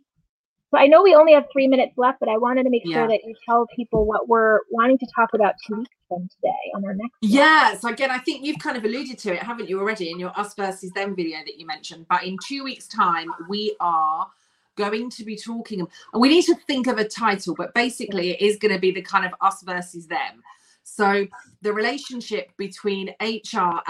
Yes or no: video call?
yes